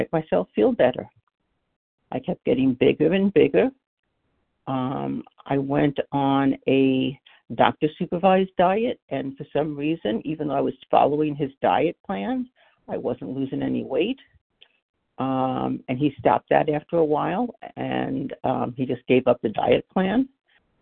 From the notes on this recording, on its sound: 100 Pounders Phone Meeting.